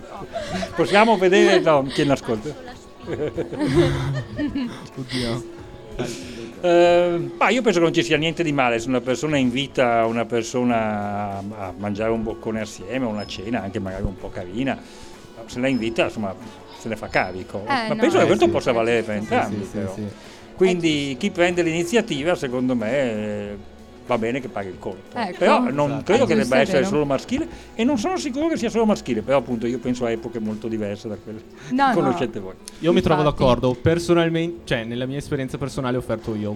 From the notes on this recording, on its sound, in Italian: Estratto dalle dirette di Sanbaradio dal Festival dell'Economia di Trento